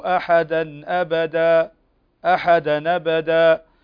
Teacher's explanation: عندك المد الجائز المنفصل يمد ست حركات